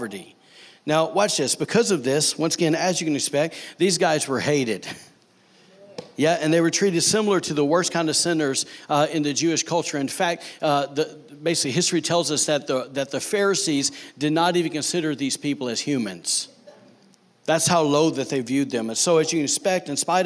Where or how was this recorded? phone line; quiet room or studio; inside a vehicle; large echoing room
large echoing room